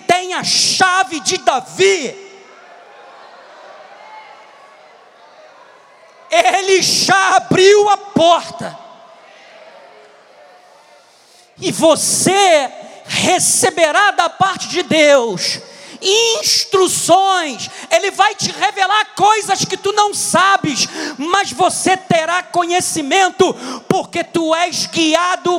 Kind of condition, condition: setting, large echoing room